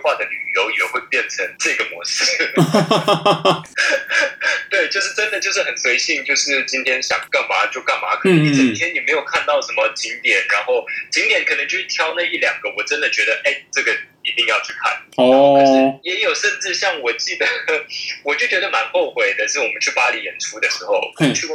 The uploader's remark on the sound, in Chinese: 本集白噪音指數：0/5。音質不一定清澈。